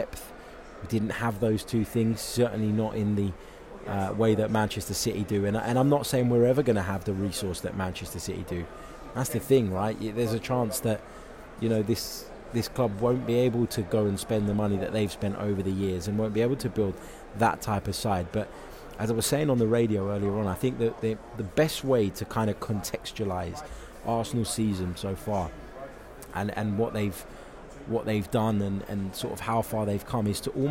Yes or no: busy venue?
yes